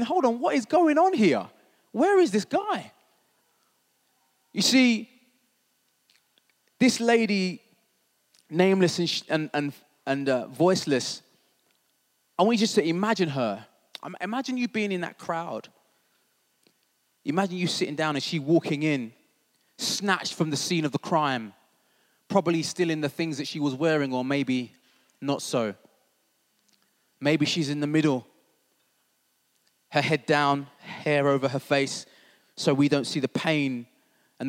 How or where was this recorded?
large echoing room